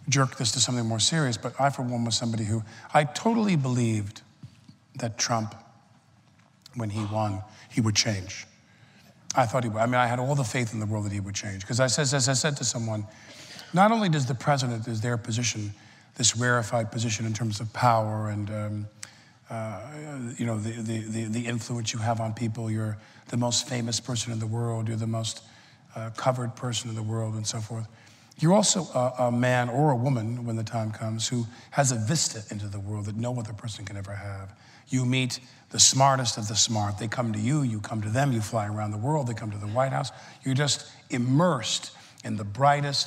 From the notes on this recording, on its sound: The conversation was recorded at 92nd Street Y.